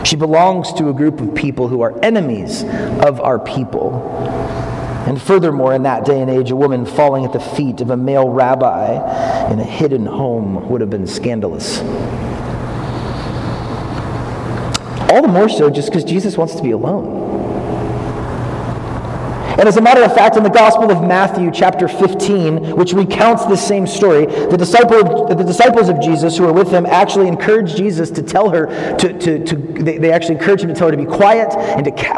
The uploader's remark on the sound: poor audio quality